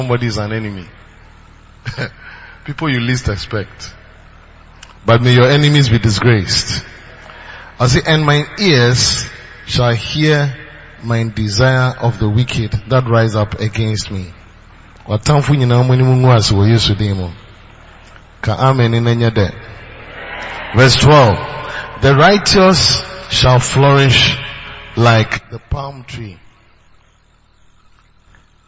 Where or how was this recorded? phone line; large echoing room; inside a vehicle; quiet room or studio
large echoing room